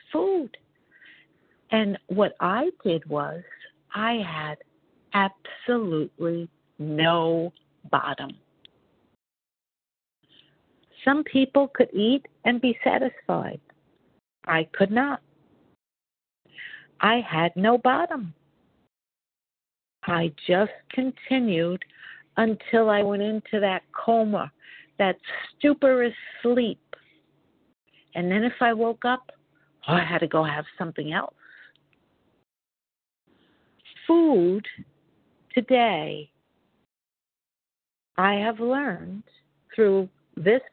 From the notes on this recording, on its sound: 100 Pounders Phone Meeting